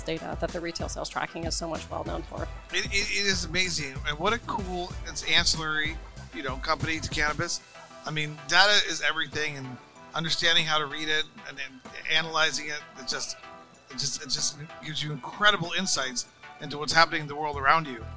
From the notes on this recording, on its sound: Recorded at MJUnpacked NYC